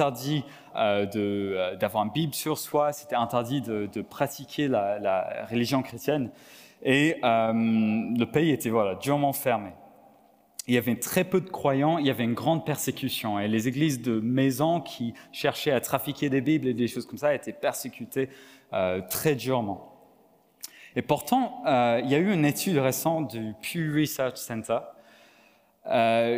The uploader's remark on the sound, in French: Enregistré à l'église CVV, le 18/09/2022